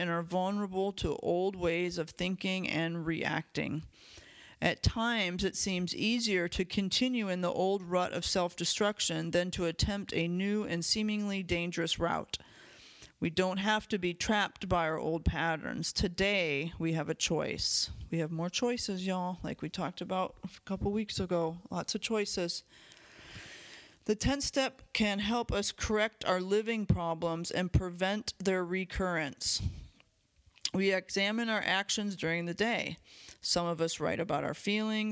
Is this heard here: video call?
no